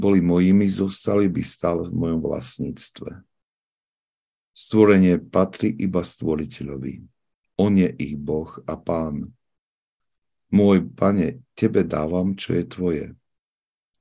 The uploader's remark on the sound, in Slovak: Filokalia Live - pravidelné online stretnutia prostredníctvom ZOOM